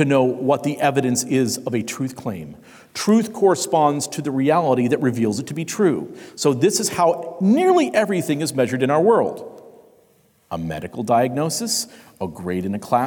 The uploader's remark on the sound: Concluding discussion at the 2020 Sovereign Nations Conference. The Great Awokening Conference, Session 5.